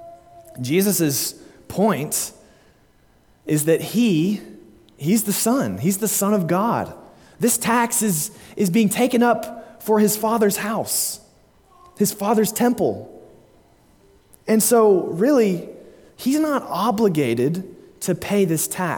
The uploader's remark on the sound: delivered at Immanuel Baptist Church, Springdale, AR on May 22, 2022